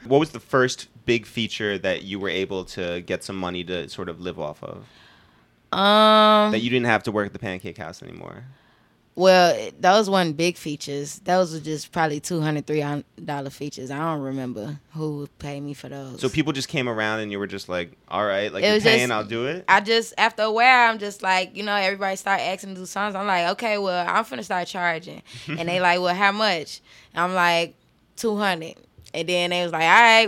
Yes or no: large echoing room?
no